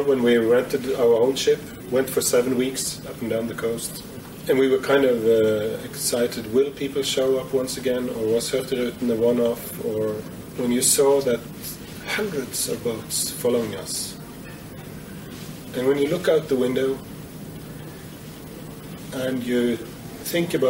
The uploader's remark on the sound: We are in one of the social areas on board a moored Hurtigruten ferry several hours before it departs on its journey up north to Kirkenes; as the interview progresses more people come onboard and there is background noise from them, and a bar in the background.